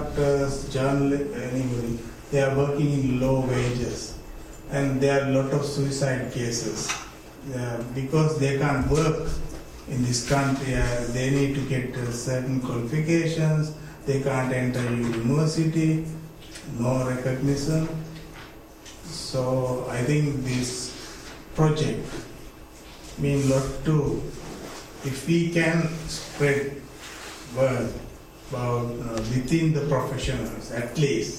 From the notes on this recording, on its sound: Two presentations and the first panel discussion of the Silent University event which took place at the Oxford Department of International Development on 20 May 2014.